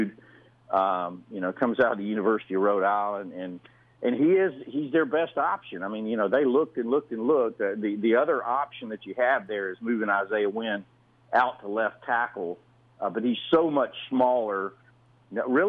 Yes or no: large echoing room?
no